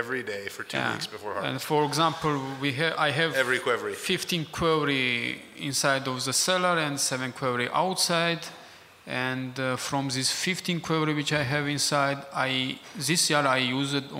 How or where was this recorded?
busy venue